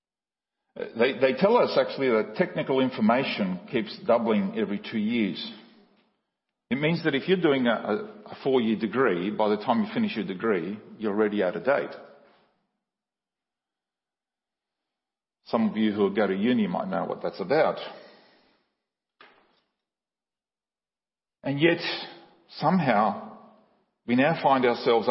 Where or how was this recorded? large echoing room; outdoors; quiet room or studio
large echoing room